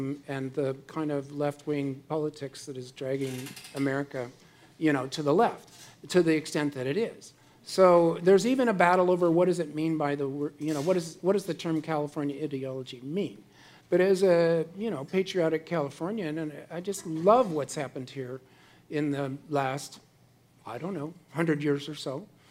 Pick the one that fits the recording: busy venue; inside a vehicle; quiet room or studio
busy venue